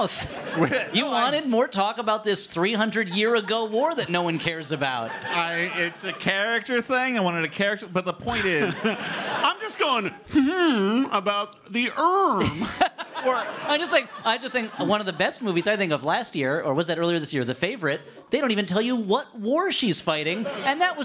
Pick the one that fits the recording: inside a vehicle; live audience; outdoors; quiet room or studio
live audience